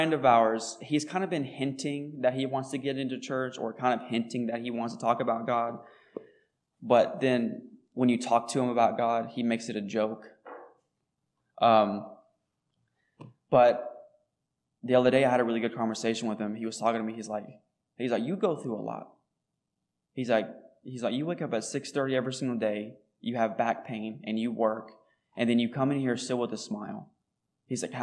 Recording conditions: large echoing room